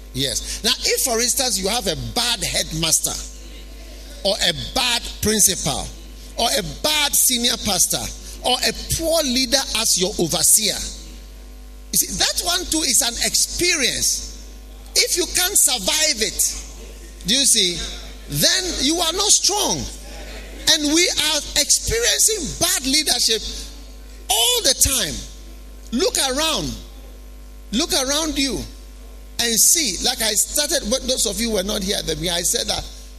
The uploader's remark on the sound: Preached at the Healing Jesus Campaign Pastors' Conference in Gushegu.